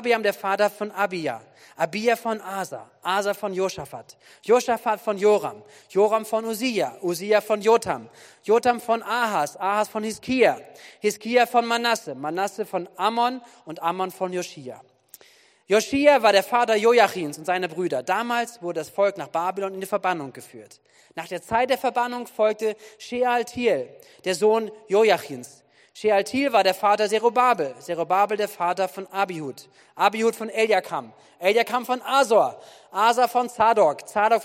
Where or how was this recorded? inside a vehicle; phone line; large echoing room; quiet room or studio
large echoing room